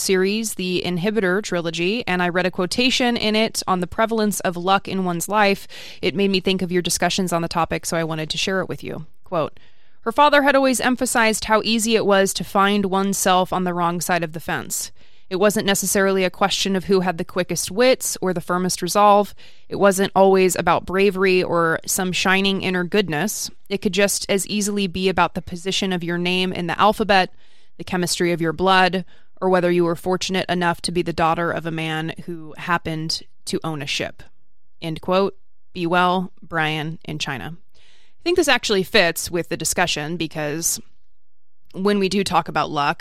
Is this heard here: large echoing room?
no